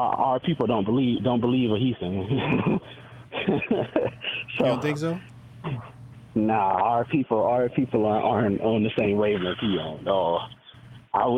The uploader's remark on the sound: Call In Show